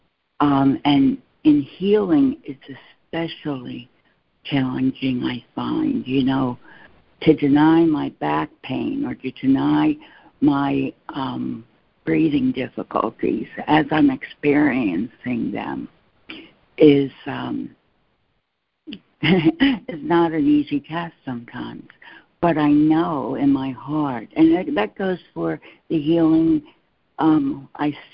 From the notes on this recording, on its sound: ACIM Daily Conference Call.